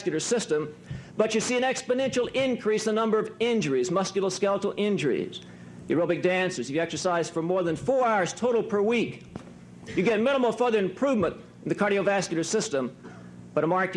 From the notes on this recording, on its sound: addressed the student delegates at the 1986 Achievement Summit in Washington, D.